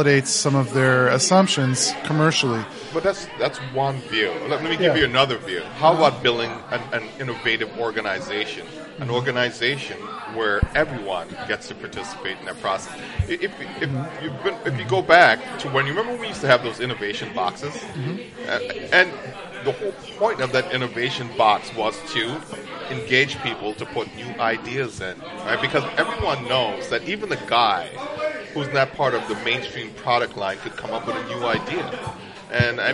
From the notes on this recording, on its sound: It's our last podcast from Paradise Perks in Irvine.